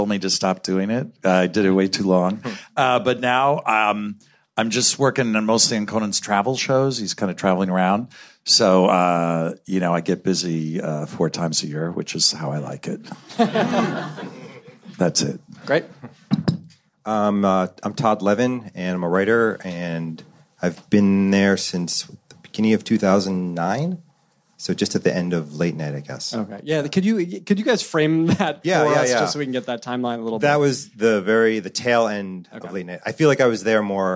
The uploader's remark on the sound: Originally recorded April 14, 2016 at the Nerdist Theater at Meltdown Comics.